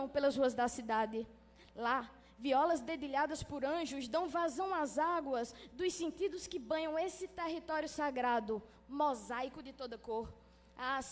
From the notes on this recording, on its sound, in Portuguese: Essa gravação foi realizada pela Prefeitura de Juazeiro do Norte, por ocasião do dia de comemoração dos 50 anos do monumento em homenagem ao Padre Cícero, no Horto.